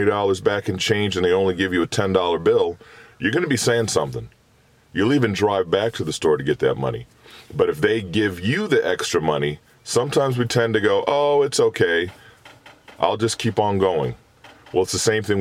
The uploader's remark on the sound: While hanging out in Canada making some podcasts in the car I thought about forgiveness.